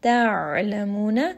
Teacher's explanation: ayn is going to be from the middle of the throat. U is going to be a two-count med here.